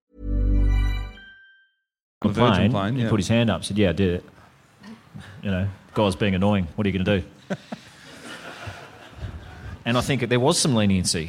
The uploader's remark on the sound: LIVE IN HOBART. The boys are back in the Apple Isle for a ripping live show at Hobart Brewing Co.